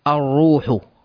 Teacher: ثم يسقط اللام الشمس هنا، وننطق ونقرأ بحرف الراء الحرف الثالث الحرف المشدد الروح. الكلمة الثانية والروح سبقت همزة الوصل حرف الواو، فنقرأ على النحو الآتي: والألف واللام يسقطان، والرو ثم والروح. · Term: اللام الشمسية